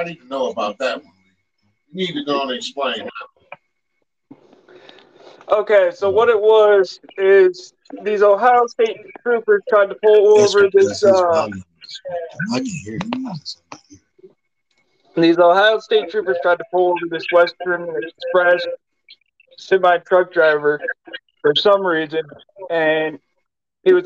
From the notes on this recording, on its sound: THIS EPISODE IS EXPERIENCING TECHNICAL DIFFICULTIES. SORRY FOR THE AUDIO PROBLEM.